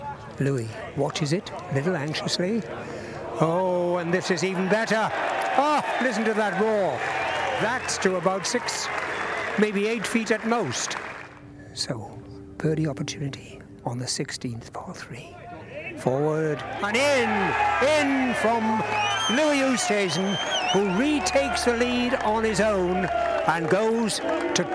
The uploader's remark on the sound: The Story of 2021 delves into the action from Royal St George's for The 149th Open. Enjoy the wonderful sound of fans and golf again at The Open Championship.